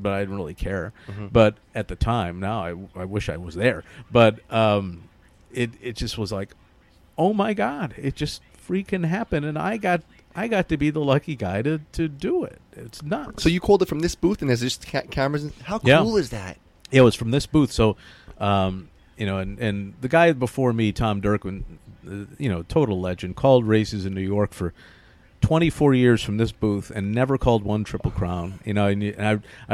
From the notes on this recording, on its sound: Live from Belmont Park.